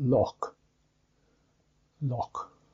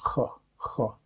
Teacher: you have the ch sound, which is way back in the throat, kind of that sound, ch, ch.